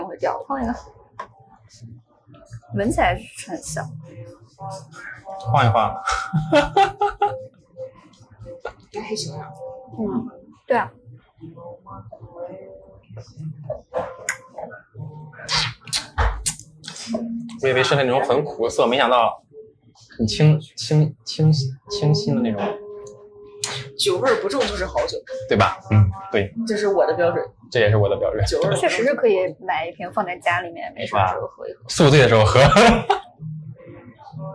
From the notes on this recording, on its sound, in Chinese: 由于我们是在外面边吃饭边录制，爆音有点严重